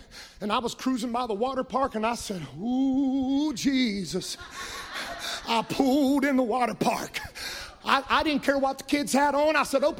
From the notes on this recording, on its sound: Live from the Tabernacle at Redemption!